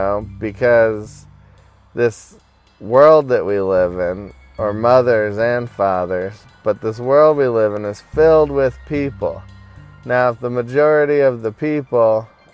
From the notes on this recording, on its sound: hanging out in my car today